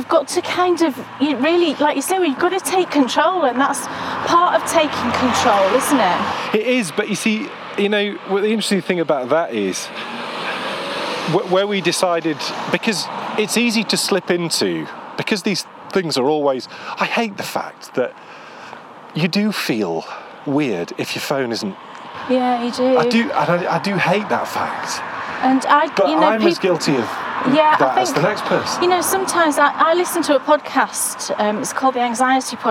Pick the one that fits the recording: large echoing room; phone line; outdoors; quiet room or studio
outdoors